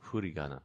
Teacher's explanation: When I first heard it, I thought they were using an H, huri, but really the h is gathered on the lips · Term: bilabial fricative